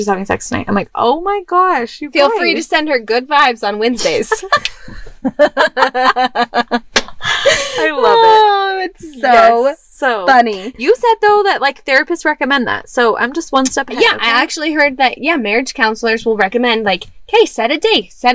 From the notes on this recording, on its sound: Yep, we really record in our van!